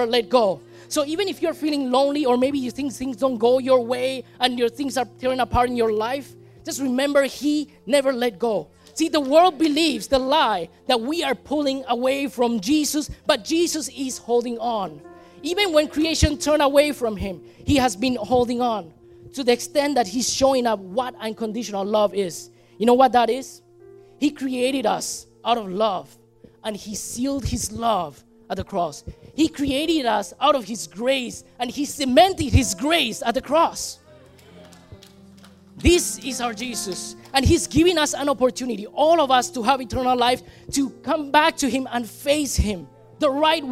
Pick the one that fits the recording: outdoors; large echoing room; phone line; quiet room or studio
large echoing room